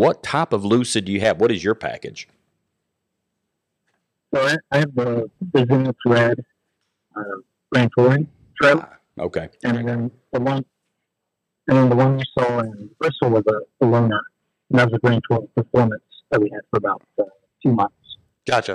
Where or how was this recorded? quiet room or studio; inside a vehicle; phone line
phone line